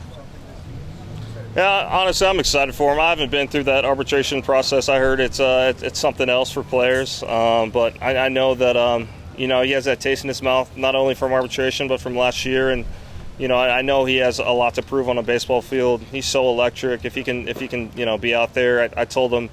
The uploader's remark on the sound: live from the first full squad workout for the Marlins in 2024.